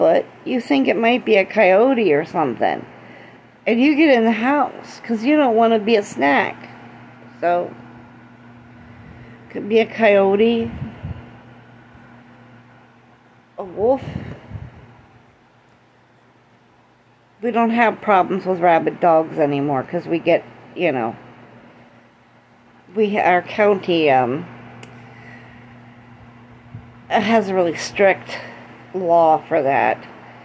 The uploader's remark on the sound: Don't mind the background noise.